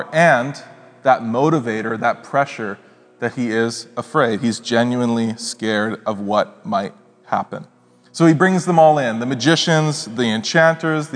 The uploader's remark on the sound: Speaks at SouthRidge Fellowship, a Langley church.